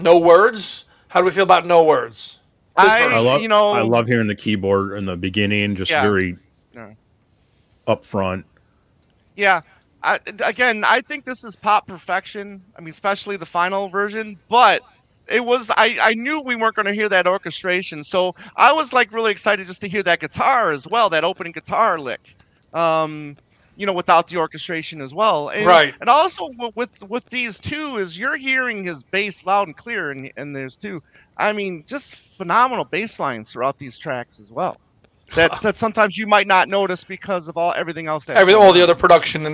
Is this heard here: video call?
no